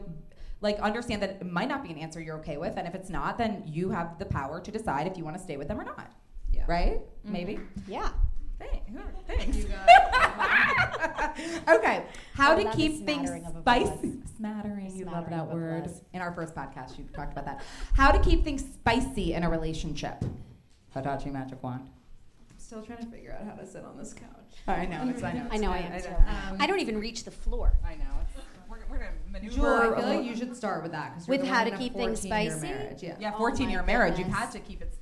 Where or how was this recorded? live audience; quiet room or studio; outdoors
live audience